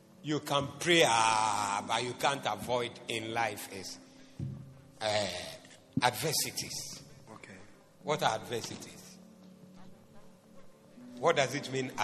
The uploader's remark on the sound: Preached at the Zeloo Service